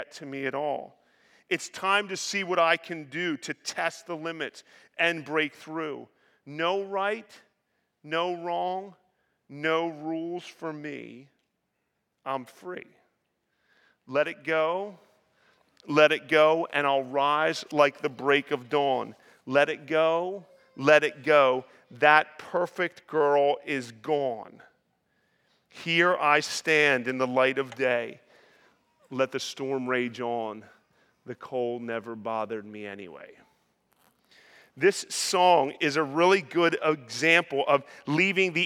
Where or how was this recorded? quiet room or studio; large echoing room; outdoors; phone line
large echoing room